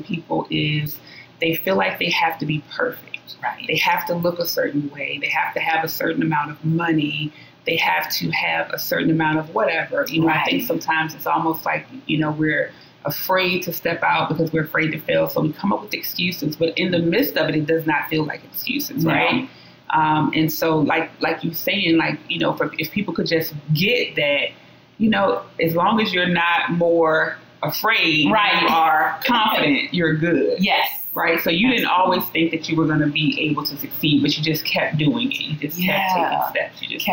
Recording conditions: poor sound quality